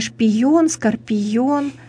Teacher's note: устранение зияния с помощью согласного йод